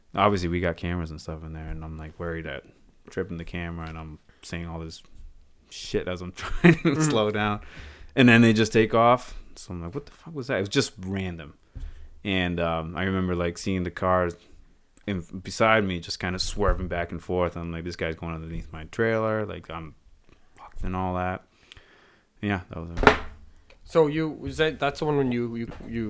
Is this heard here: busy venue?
no